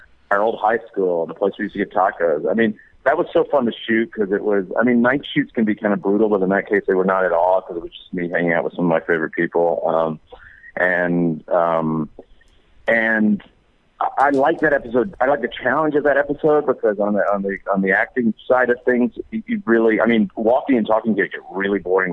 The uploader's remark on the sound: called in to talk